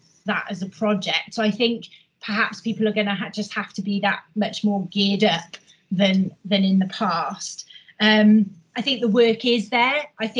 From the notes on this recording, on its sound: we held another virtual HR Insights webinar in November